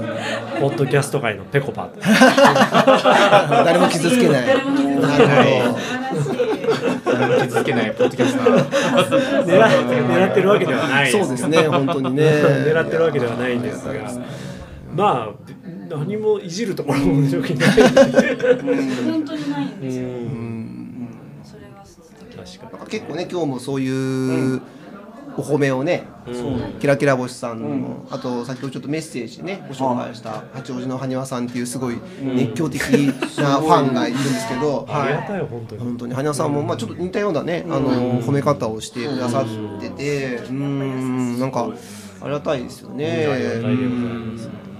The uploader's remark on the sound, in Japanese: 雑談で公開収録。